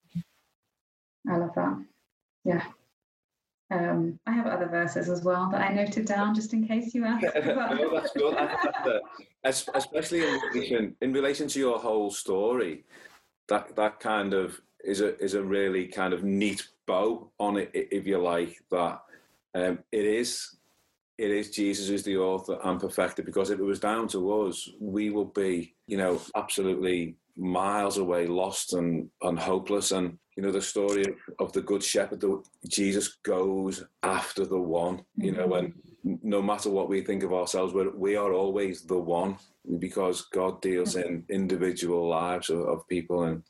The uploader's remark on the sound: We'd like to apologise in advance for the lower sound quality and also the noises that happen as apart of recording over the internet.